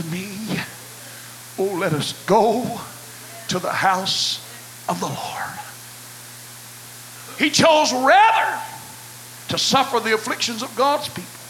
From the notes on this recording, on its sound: Choices was preached at First Apostolic Church.